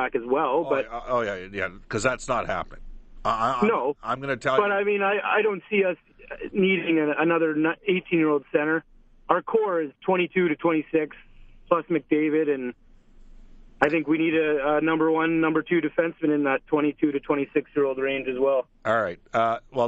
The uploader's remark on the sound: Takes Your Phone Calls